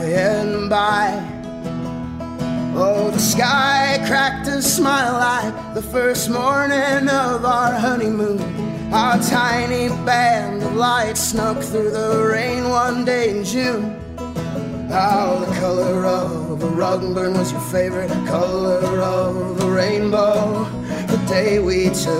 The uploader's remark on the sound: Live From Whispering Beard.